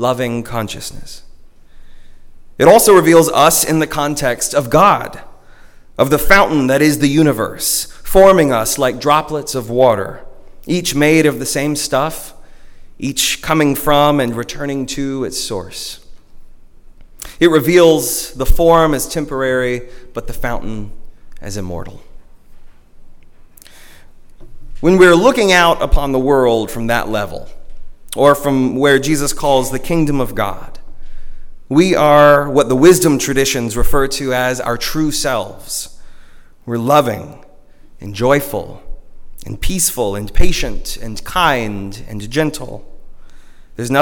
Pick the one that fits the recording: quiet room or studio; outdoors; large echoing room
large echoing room